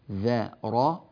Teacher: رققوا الذال والهمزة وفخموا الراء بينهما